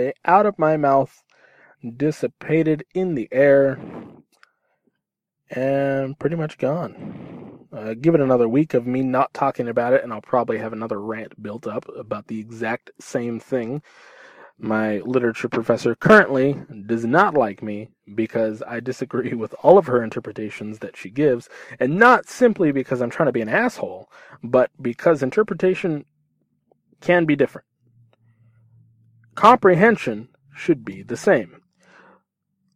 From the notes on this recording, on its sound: From my car, to your ears.